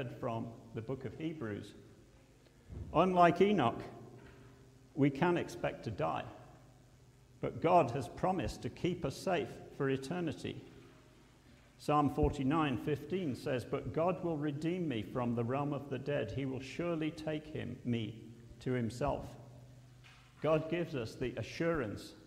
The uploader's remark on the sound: at Pembury Baptist Church on 22nd October 2023